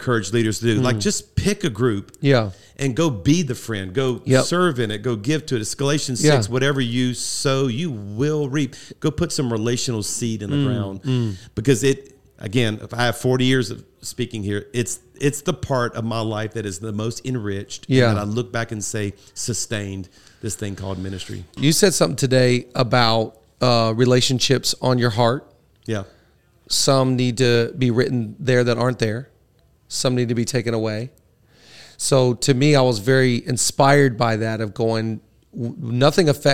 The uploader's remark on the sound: live from Pastors Gathering 2023